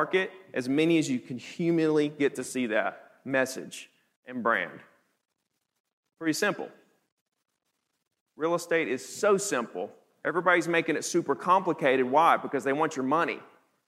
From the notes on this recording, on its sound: teaches the audience at the HyperFast Sales Summit